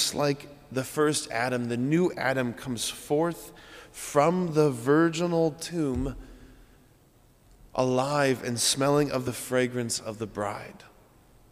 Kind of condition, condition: setting, large echoing room